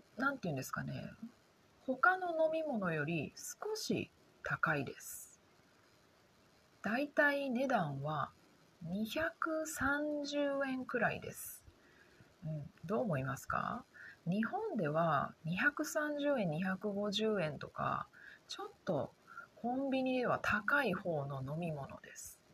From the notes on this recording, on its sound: なのであまり大きい声が出せません。でもがんばってポッドキャストを録っています！ You know, old Japanese houses had really thin walls, so I think my voice can be heard by the people next door lol. Because of that, I can't speak too loudly, but I'm doing my best to record my podcast!